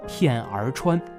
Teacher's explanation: 片儿川的儿，它不是北方话里那种一带而过的卷舌音，而是清清楚楚明明白白要念出来的 · Term: 儿化音